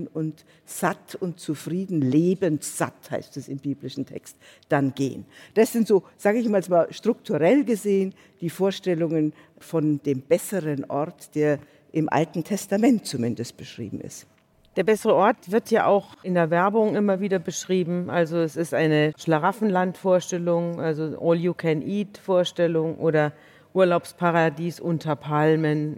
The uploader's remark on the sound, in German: Ist eine Liveaufzeichnung vom Juni 2022 aus dem Großen Saal des Berliner Radialsystems anlässlich des Podcast-Festivals von ZEIT ONLINE.